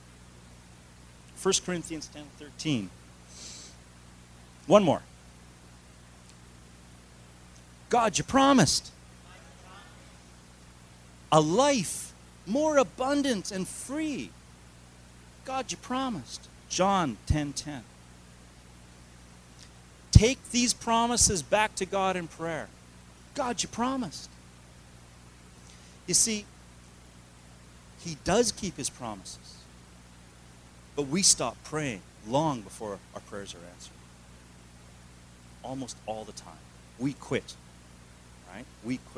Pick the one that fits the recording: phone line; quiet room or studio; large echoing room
large echoing room